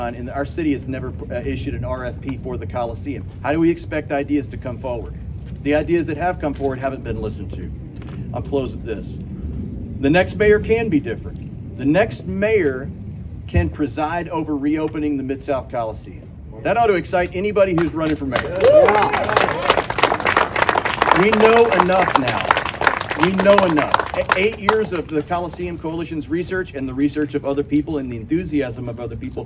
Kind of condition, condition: setting, outdoors